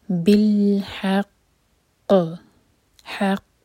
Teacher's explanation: قاف ایک تو ہیوی لیٹر ہے، اوپر سے قلقلہ والا لیٹر ہے، اور جب ہم اس پر رکیں گے تو اس پر شدہ بھی واضح کرنا ہے